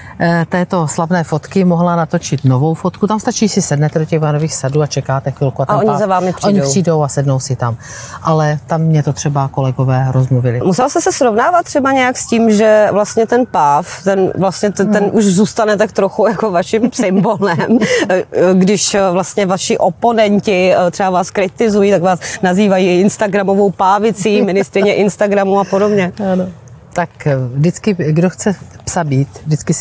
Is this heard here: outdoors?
yes